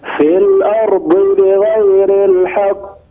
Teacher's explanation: كسرة الضاد في الأرض، لا تطولها، لا تقول في الأرض بغير، في الأرض بغير الحق.